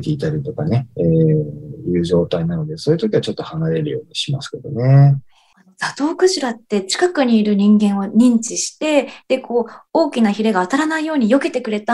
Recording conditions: video call